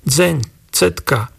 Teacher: kysucká nárečová oblasť so zmenou spoluhlások t na c a d na z, dzeň, cetka.